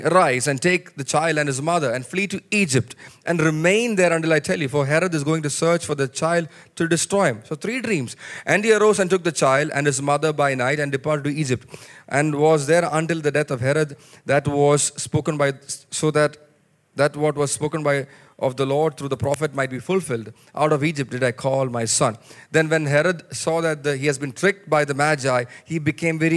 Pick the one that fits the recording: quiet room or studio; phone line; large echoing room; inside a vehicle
large echoing room